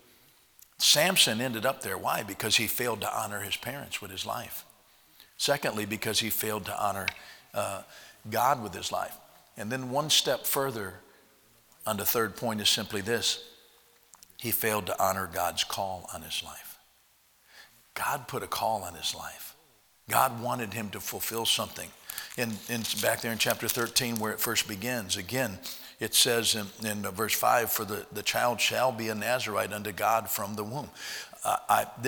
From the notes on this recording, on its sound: at Heritage Baptist Church, Lawrence Kansas on Tuesday Chapel, January 19th, 2021